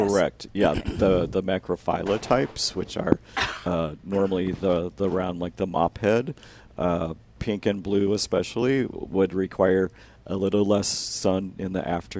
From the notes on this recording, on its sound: Plant Experts Live at Prairie Gardens.